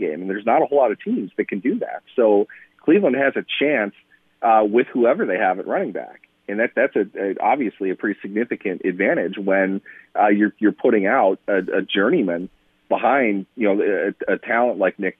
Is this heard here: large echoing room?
no